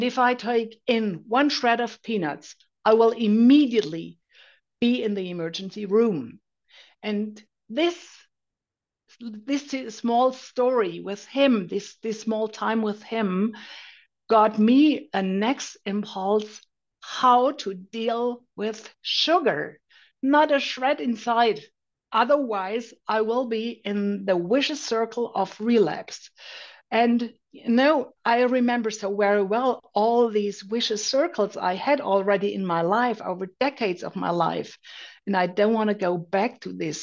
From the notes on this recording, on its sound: Recorded at the Recovery From Relapse Special Focus Meeting.